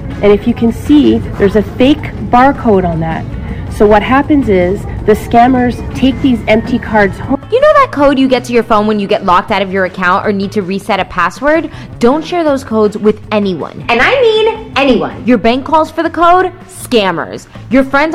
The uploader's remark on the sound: This recording is from Fintech Nexus USA held at the Javits Center in New York City. From the Fraud Fight Club track.